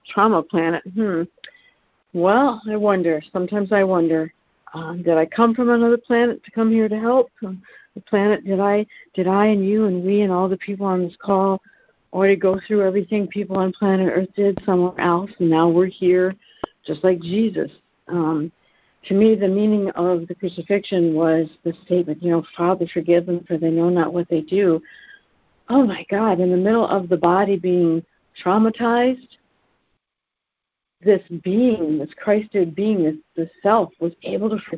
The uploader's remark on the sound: ACIM Daily Conference Call